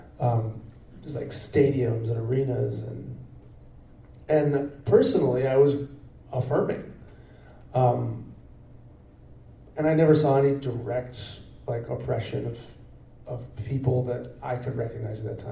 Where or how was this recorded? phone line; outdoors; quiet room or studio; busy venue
busy venue